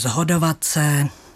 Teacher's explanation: Moravská výslovnost upřednostňuje tu znělou podobu, takže zhodovat se. · Term: znělostní asimilace